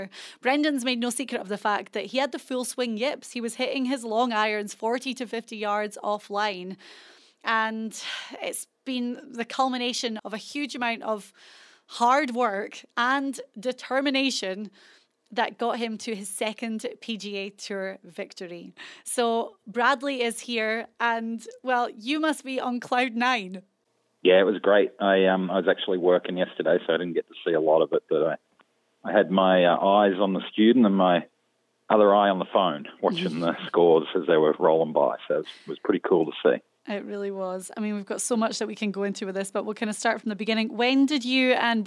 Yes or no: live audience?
no